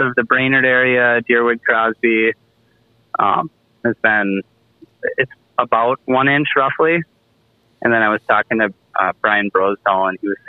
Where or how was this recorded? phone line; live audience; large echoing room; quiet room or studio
phone line